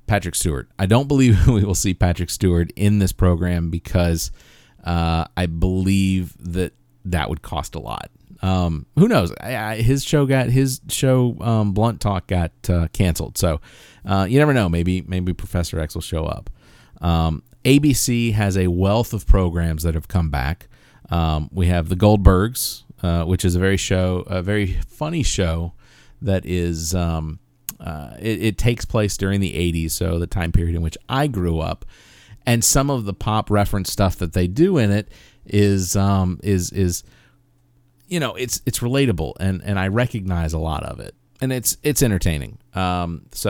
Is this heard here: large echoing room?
no